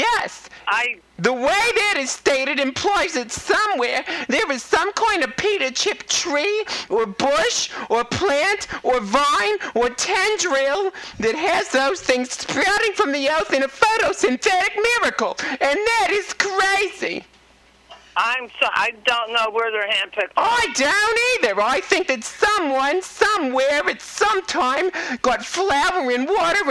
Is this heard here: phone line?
yes